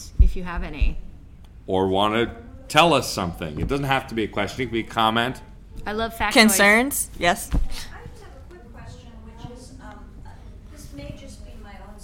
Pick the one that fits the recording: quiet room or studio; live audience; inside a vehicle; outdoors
live audience